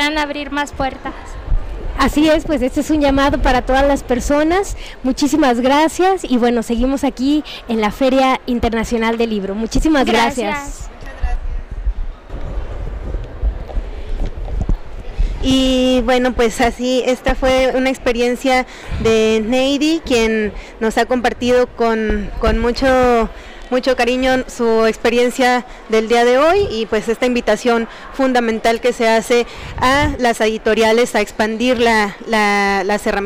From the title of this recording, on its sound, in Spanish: En vivo desde la Feria Internacional del Libro 2021